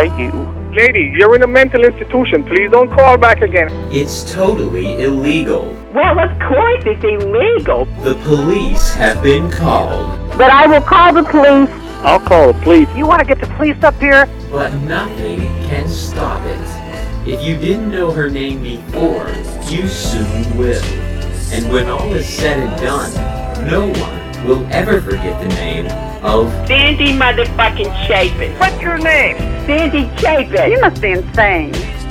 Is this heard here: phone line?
yes